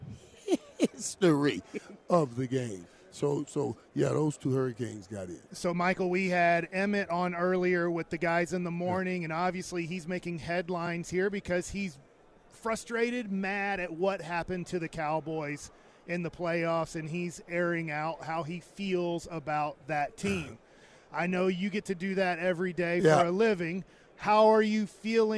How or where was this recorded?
busy venue